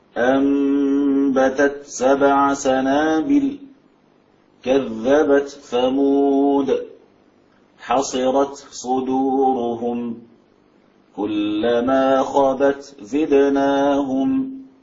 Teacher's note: أرجو أن ننتبه لهمس التاء عند إظهارها بالحرف الذي بعدها. طبعا إذا أدغمت لا همس في التاء عندئذ.